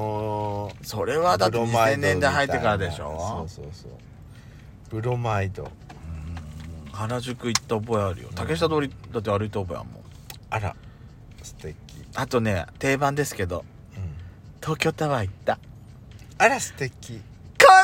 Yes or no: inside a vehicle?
yes